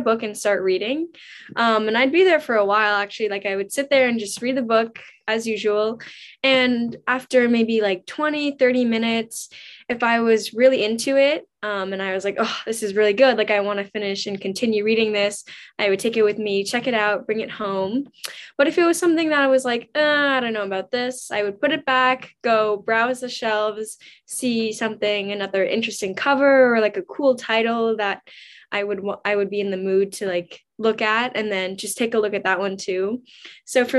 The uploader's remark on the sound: Webinar Recording